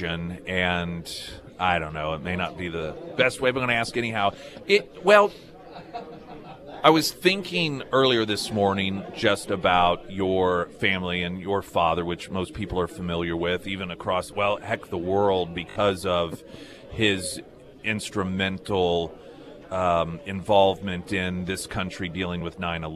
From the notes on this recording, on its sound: live at Scramblers Diner for the Friday Road Show.